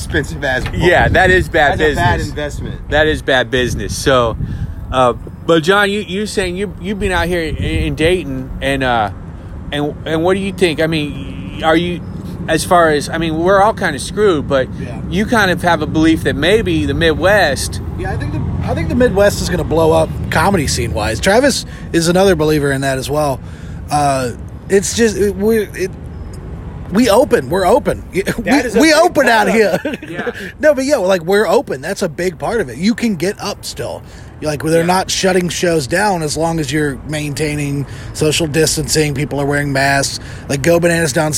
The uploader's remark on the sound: Comics talking shop at Wileys comedy club